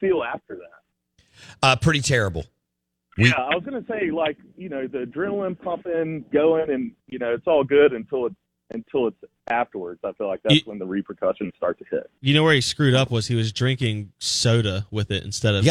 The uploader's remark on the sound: joins the show on the Farm Bureau guest line